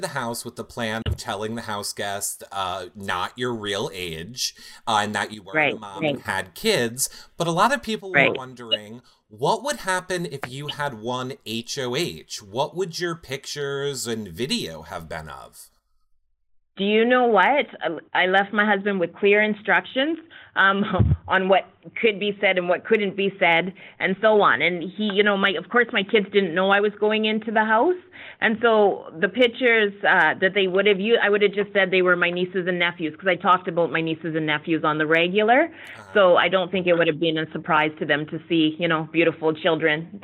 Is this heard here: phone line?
yes